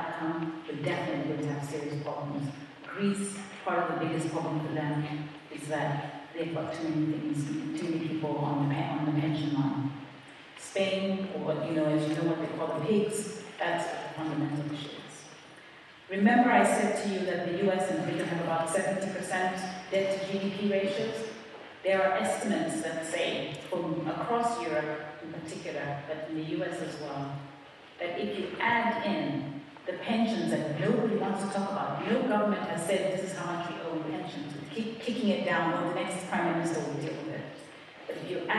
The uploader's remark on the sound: In this lecture given at Oxford's Rhodes House.